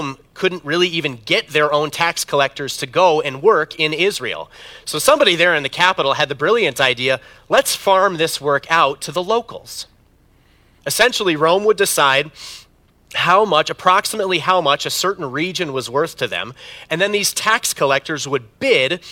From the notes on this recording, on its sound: preached this sermon at Bethany's Saturday worship on December 17, 2022